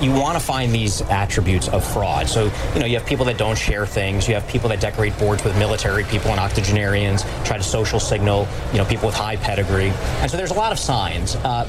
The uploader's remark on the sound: live from the New York Stock Exchange